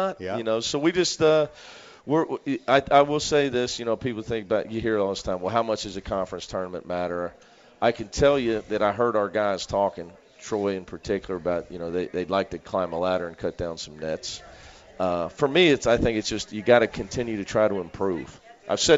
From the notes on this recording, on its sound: live from the original Montgomery Inn